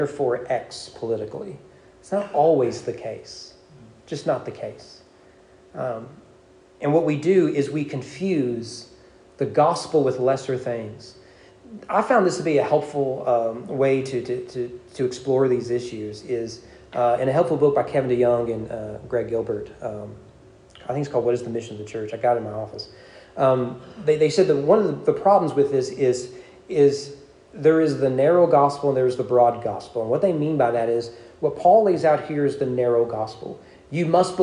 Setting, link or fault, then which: setting, large echoing room